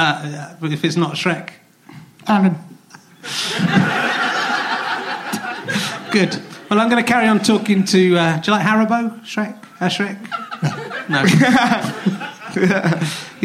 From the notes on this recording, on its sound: Some audience interaction and some quite specific heckle put downs.